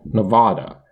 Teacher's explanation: Nevadans pronounce the second syllable with an A as in strap, Nevada, while some from outside of the state can pronounce it with the A as in palm, Nevada. While the latter pronunciation is closer to the Spanish pronunciation, it is not a pronunciation used by native Nevadans.